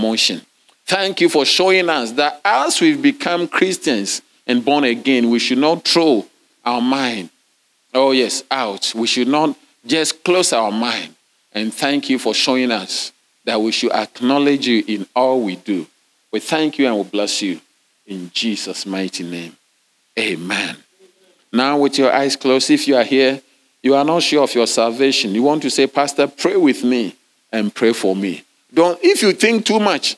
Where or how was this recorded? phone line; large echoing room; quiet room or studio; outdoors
large echoing room